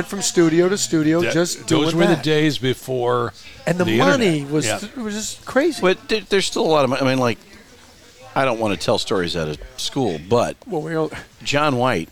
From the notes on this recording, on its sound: Another chapter from The Center of the Coachella Valley Universe - Skip Paige’s Little Bar in Palm Desert. Another chapter from The Center of the Coachella Valley Universe - Skip Paige’s Little Bar in Palm Desert.